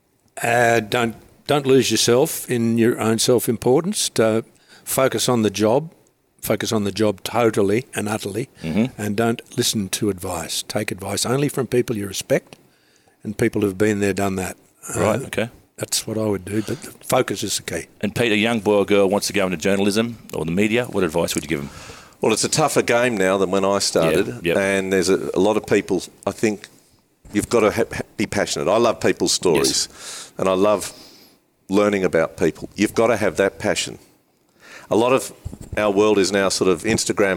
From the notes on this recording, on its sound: This episode was recorded and filmed at Mosman Rowers.